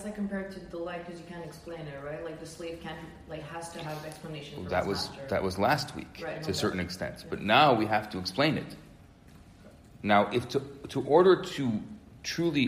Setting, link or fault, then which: setting, live audience